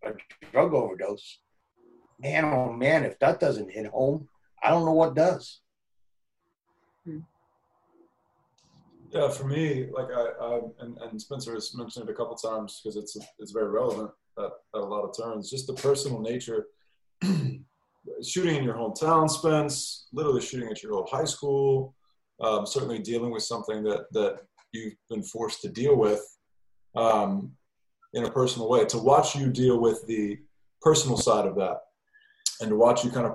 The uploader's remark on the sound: The director + the cast joins on Zoom to hang out and answer some red carpet questions about the film!